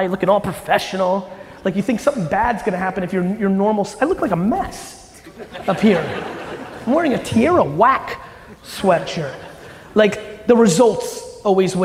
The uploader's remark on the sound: Today’s episode is from a keynote that I gave in Mobile, Alabama during Senior Bowl weekend last month.